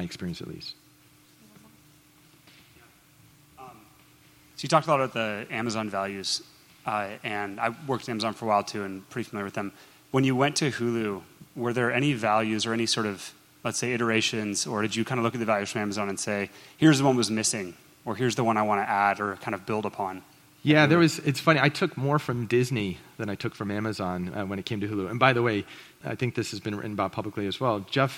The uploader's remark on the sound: This presentation was recorded at The Scaleup Offsite, an event focused on scaling companies co-hosted by Greylock Partners and YC Continuity.